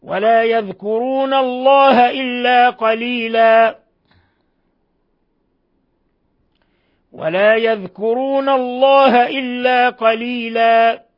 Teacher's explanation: نلاحظ كيف أبدلنا تنوين الفتح ألفا بما يسمى بمد العوض، مقدارها حركتين، إلا قليلا، ونحذر من المبالغة في مدها أكثر من حركتين، أمثال هذه يعني الألفات المبدلة عن تنوين فتح.